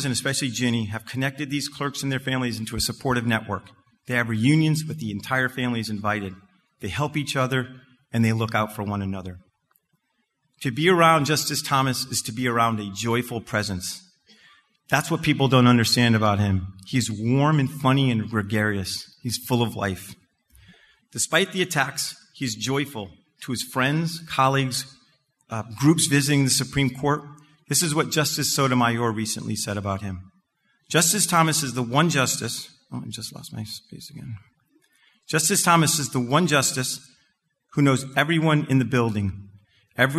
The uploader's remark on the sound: This was the topic of his Lunch Time Keynote Presentation on Saturday March 11th at the 2023 BABL Convention.